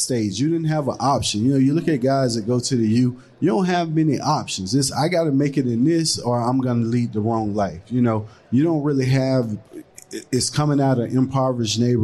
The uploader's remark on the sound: Live from Caesar's Palace